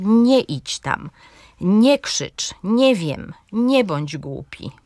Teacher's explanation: Akcent pada na ten pierwszy wyraz, drugi jest traktowany tak, jakby był drugą, czyli ostatnią sylabą wyrazu. · Term: zestroje akcentowe